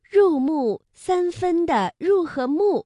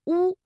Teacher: 发音的时候啊，双唇拢圆，留一小孔，舌头后缩，舌面后接近软腭 · Term: 合口呼单韵母